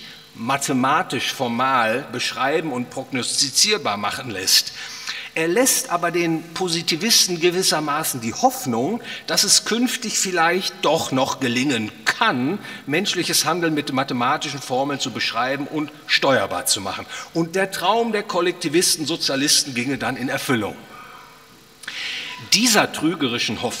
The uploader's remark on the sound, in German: Aufgenommen auf dem Ludwig von Mises Seminar.